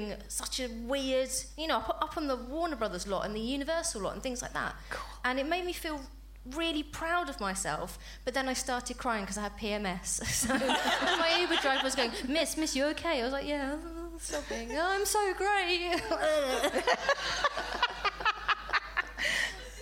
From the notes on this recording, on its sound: Recorded at the Firebug, Leicester on February 11, 2017, as part of the Leicester Comedy Festival.